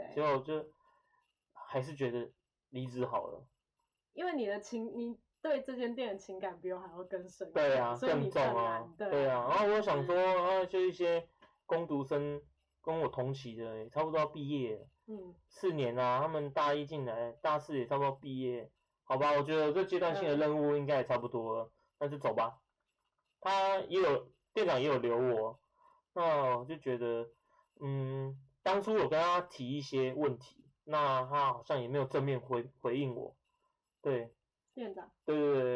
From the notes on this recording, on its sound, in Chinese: 跟第一集的收音差很多。